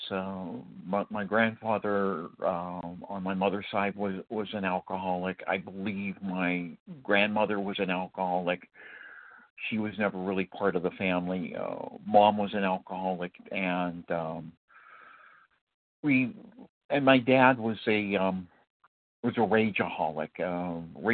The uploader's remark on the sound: qualification from the 100 Pounders Phone Meeting